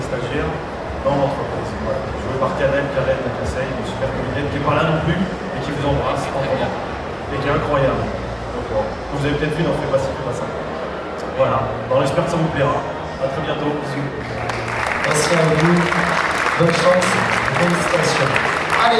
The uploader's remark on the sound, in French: On continue avec les enregistrements effectués lors de la dernière édition du TGS, avec cette fois ci l'inauguration du FFW !